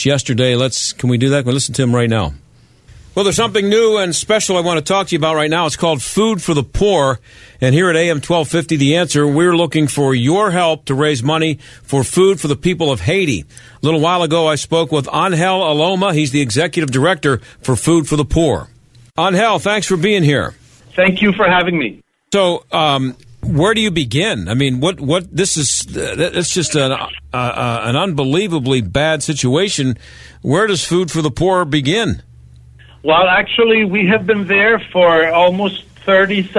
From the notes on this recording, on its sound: takes listener calls